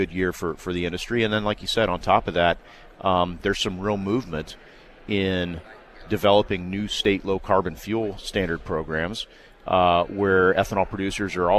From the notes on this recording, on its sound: from the National Ethanol Conference in Houston